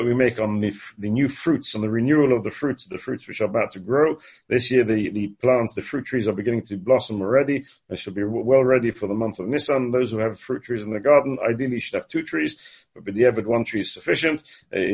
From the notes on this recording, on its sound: Delivered and recorded over Zoom.